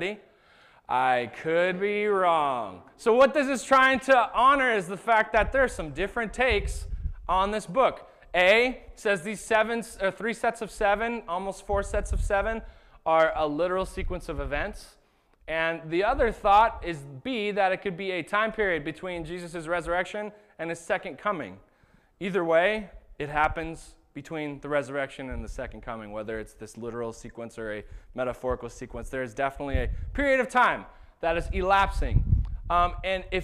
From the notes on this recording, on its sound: This was the sermon that was preached at Shelton Church of the Nazarene on August 25th, 2019